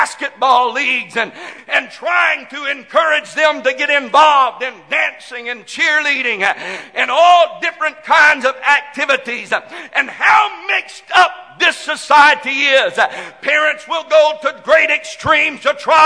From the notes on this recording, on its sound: This message is broadcast live from First Pentecostal Church of Silsbee Texas.